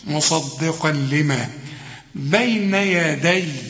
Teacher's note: مصدقا لما عندك التنوين وبعده لام، مفيش غنة بقى